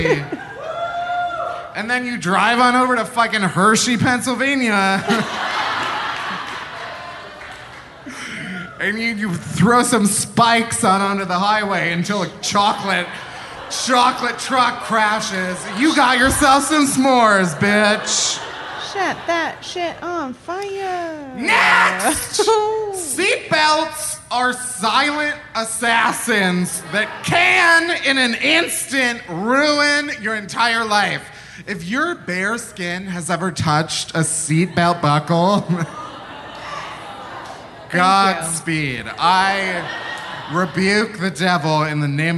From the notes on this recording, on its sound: Live from Philly! Live on stage at the Philadelphia Podcast Festival.